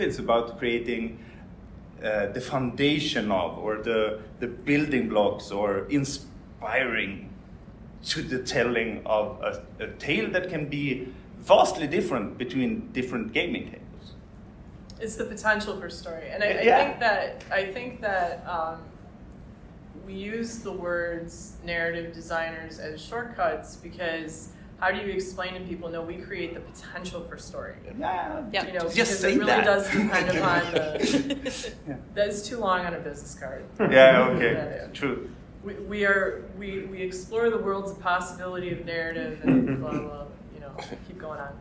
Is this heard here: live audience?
yes